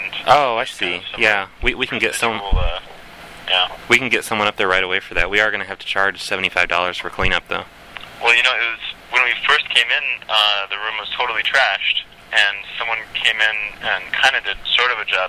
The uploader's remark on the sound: Prank Phone Calls Collection